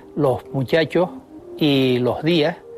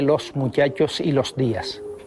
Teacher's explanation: aspiran los canarios la S que aparece a final de sílaba · Shown in: first take · Term: aspiración